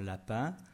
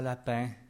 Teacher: Prenons le « un », là où un Français dira « lapin », un Québécois prononcera « lapin » avec un « un » beaucoup plus fermé · Shown in: second take